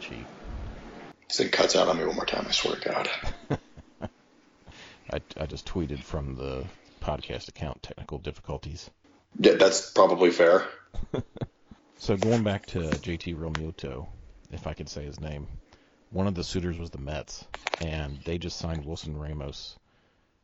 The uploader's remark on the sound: Technical Difficulties Edition